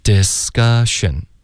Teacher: Discussion,科的音我们浊化为歌